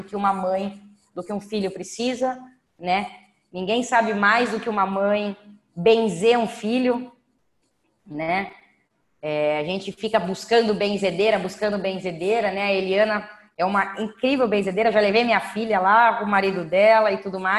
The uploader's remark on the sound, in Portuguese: Aula gravada pelo zoom.